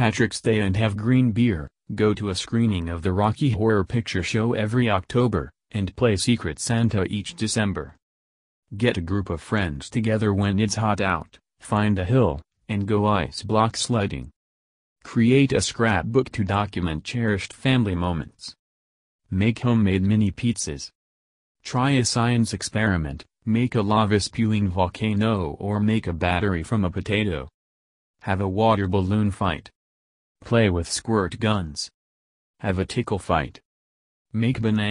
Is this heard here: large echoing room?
no